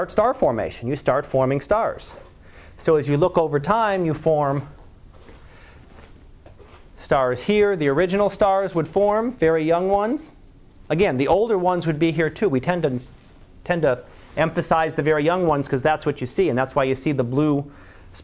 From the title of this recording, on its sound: Live Class Lecture